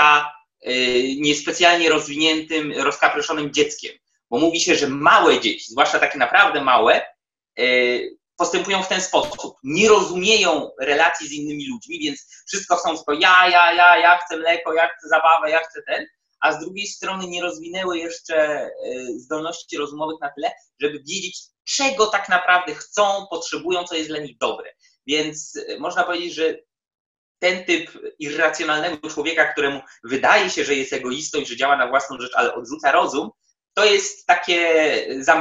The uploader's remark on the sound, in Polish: Prosimy o wyrozumiałość w kwestii jakości technicznej i wszelkich niedoróbek obrazu i dźwięku.